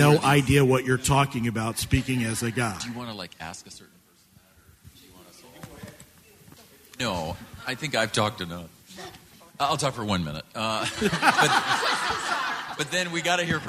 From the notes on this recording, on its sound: A live panel recording of Professionals and Community Leaders.